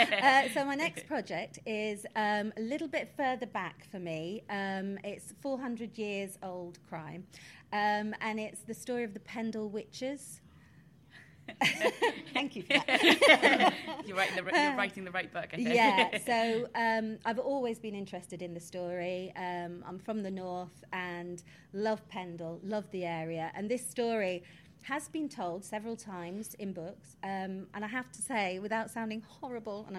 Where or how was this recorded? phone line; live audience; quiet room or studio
live audience